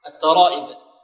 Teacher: الراء مفخمة لأنها مفتوحة